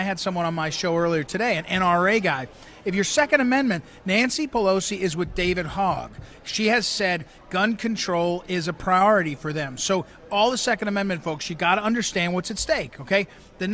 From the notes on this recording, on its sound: Live from Golden Hall!